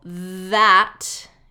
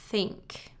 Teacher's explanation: And so for the TH sound, the mouth is in the same position. It's the tongue between the front teeth, and it's a continuous sound, and either our voice is on or off. So for example, that is a voiced TH at the beginning.